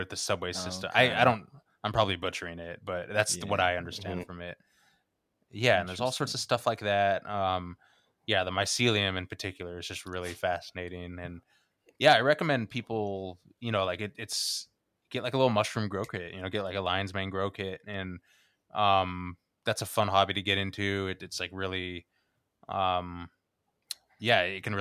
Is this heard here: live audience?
no